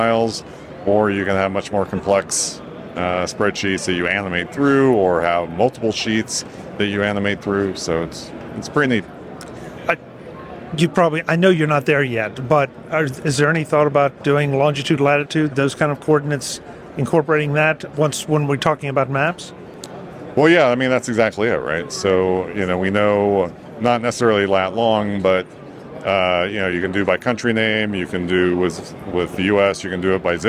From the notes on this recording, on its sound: In the Digital Anarchy booth on the show floor at NAB